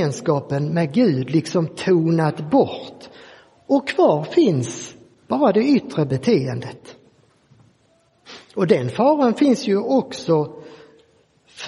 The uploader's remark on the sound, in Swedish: Inspelad i Roseniuskyrkan den 14 maj 2023.